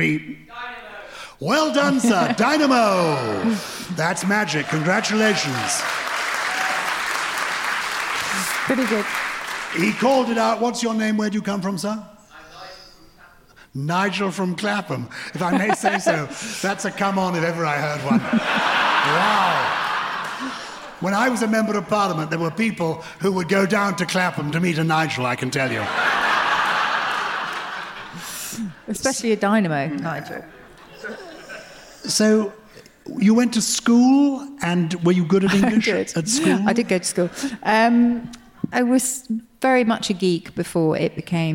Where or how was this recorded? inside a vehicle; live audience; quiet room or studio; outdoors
live audience